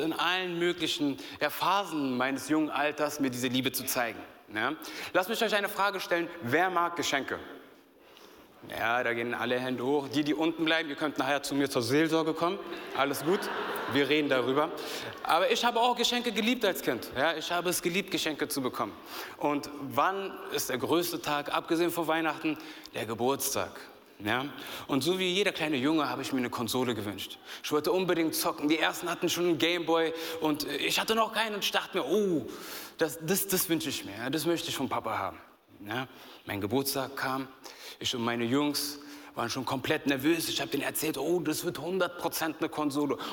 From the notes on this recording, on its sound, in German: aus unserem Gottesdienst